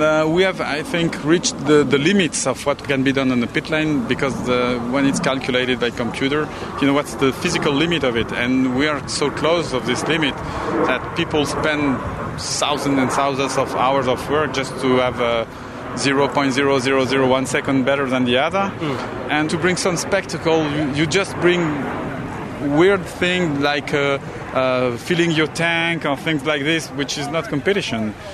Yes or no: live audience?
no